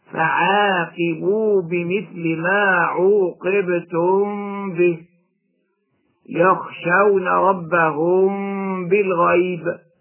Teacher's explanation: ننطق بالميم الساكنة قبل الباء بعدها مع بقاء الغنة بمقدار حركتين · Term: إخفاء شفويا